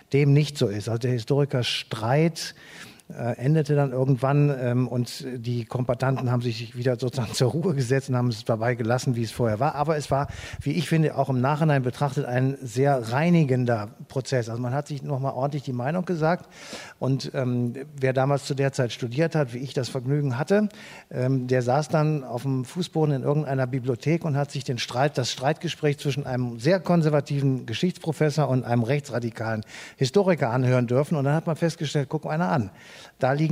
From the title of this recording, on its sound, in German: live aus dem Gloria Theater Köln